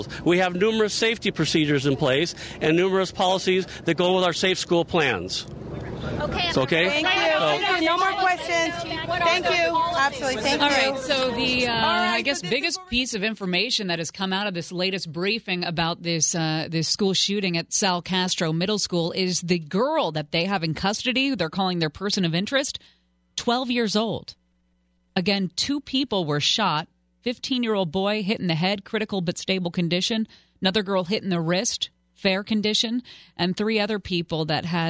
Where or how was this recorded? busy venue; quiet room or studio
busy venue